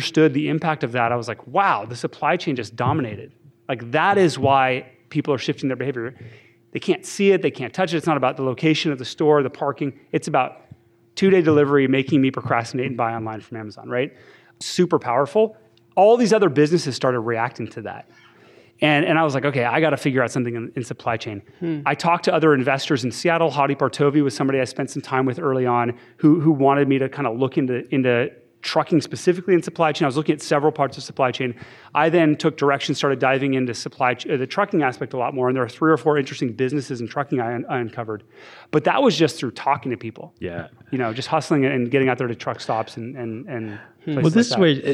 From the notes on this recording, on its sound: Coming to you live from the University of Washington. Are joined by hundreds of awesome Seattle listeners (and a few non-Seattle listeners!).